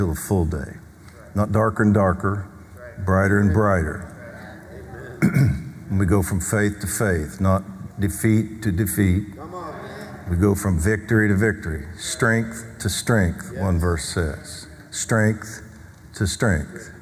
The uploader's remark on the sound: Recorded live on 7/19/20